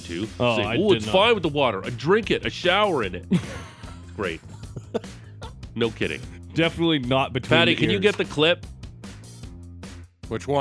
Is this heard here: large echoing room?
no